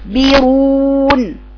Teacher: اقطع صوته اولا يبقى يستكبرون، اقطع صوته اولا واقرأيها كده يستكبرون، قطع صوت الكاف ثم خروج بعد ذلك في الكاف الهمس عشان تبقى خرجتي بينتي شدة صفة الحرف اللي هي فيها الايه